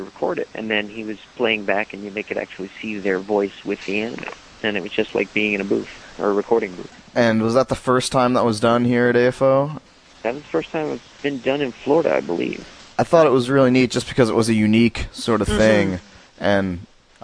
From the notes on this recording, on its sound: With our special guest via telephone.